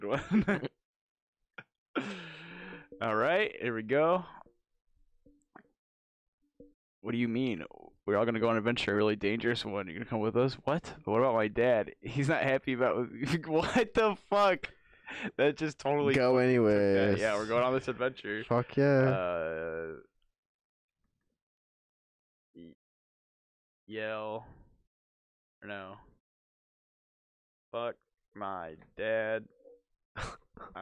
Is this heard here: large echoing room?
no